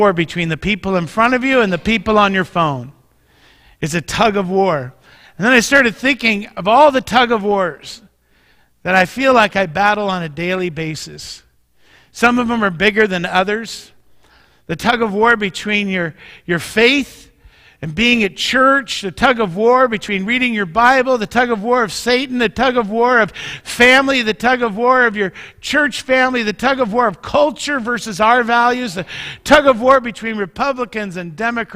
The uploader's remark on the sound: Mt. Zion Church Live!